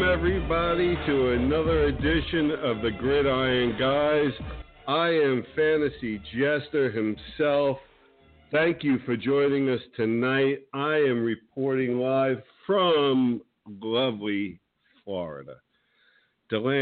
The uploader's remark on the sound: With guest call in expected